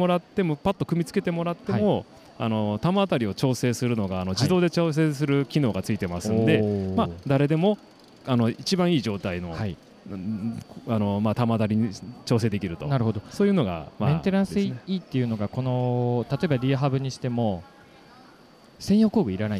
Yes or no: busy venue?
yes